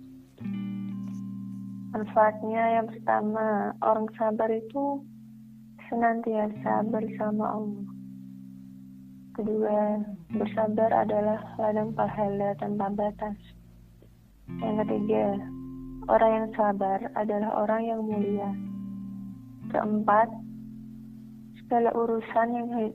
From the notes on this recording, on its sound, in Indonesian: Dan kebetulan rekaman kita via telpon lho. Harap maklum kalo banyak kurangnya.